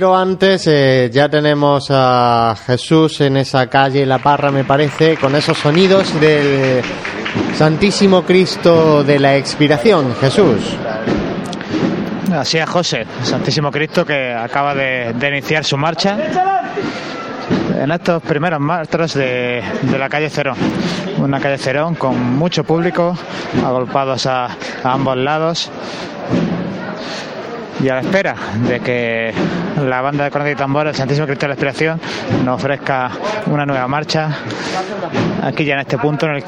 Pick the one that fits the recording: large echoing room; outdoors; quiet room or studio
outdoors